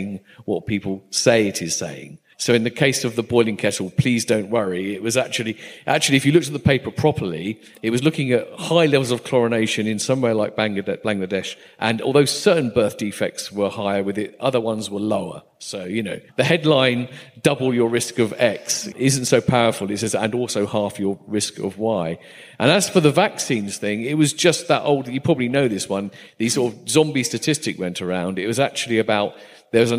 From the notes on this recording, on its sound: In this discussion recorded live at St Georges, Bristol.